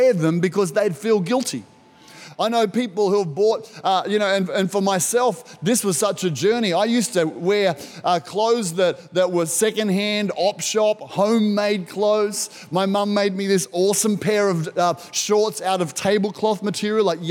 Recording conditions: large echoing room